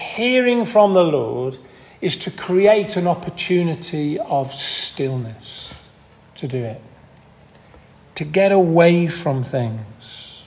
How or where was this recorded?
large echoing room